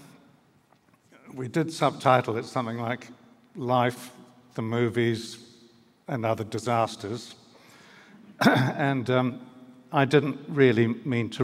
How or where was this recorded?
live audience